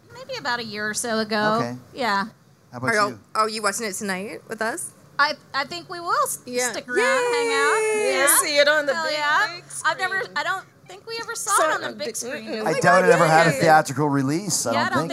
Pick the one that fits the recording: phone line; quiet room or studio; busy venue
busy venue